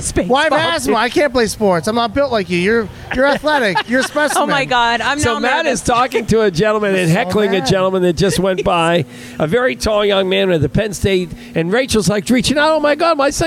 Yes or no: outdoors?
yes